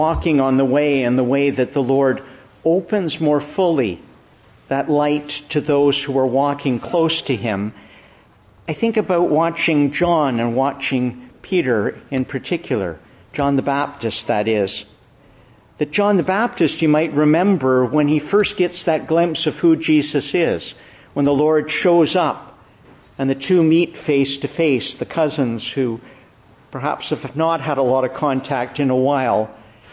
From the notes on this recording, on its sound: Preached in the Church of the Annunciation, Ottawa